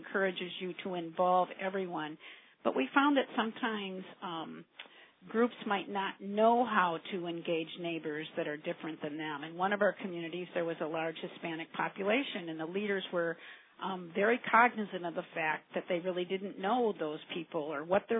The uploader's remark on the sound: On this call. This FREE event was recorded.